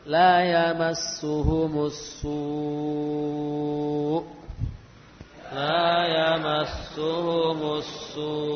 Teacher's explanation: La yamassuhumus su, 4 atau 6 as-su. Lalu hamzahnya tampakkan dengan cara kita menaikkan nada as-su ya